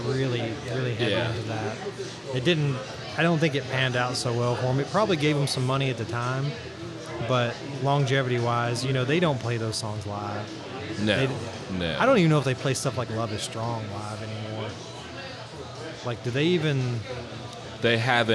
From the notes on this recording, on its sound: In this live episode recorded at White Squirel Brewery.